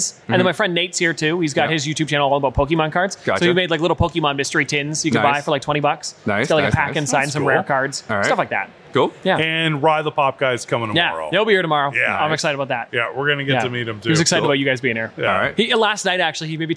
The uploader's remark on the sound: We were LIVE at Niagara Falls Comic-Con.